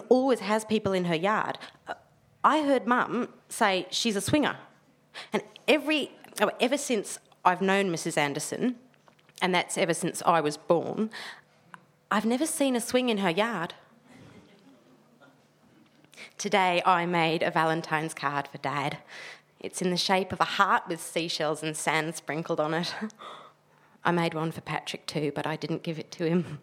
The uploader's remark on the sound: This is the first episode of podcasts recorded at the Stand Up Tragedy night that took place at The Hackney Attic. This episode is a story presented to SUT by Liars' League.